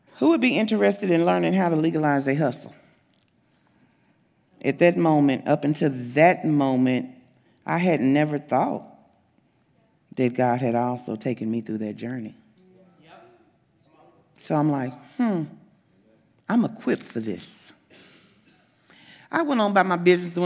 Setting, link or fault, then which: setting, large echoing room